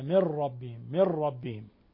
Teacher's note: نون ساكنة جاء بعدها الراء إدغام بغير غنة